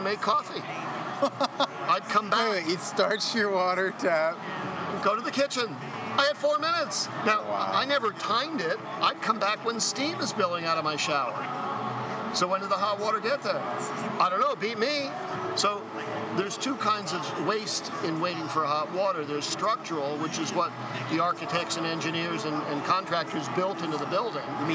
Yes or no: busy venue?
yes